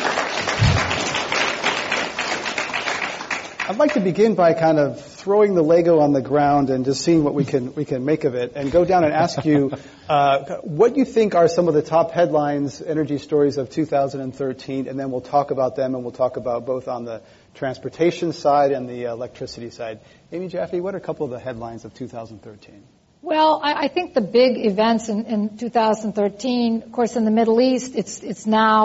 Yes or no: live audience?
yes